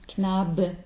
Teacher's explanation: we have the Knabe with the soft B, with the voiced B.